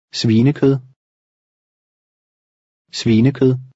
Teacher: the V is closer to a W, and it ends in a soft D.